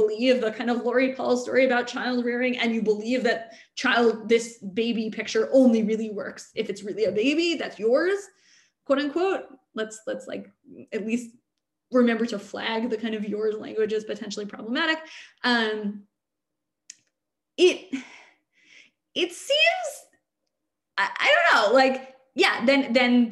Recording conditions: video call